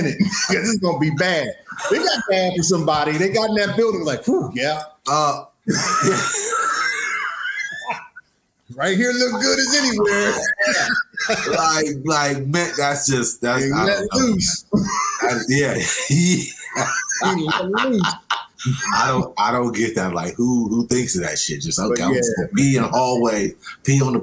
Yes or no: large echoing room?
no